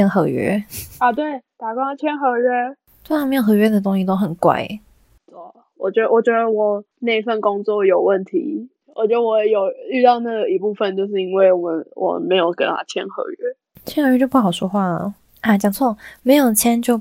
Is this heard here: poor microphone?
yes